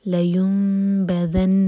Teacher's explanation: نون پر اشدہ تو نون پر غنہ